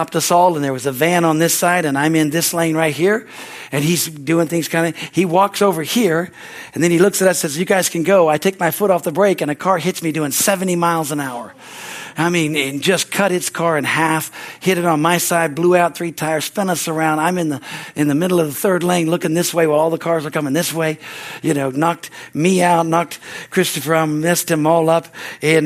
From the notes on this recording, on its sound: the Wednesday service on September 6, 2023 at Harvest Bible Church in Stockton, California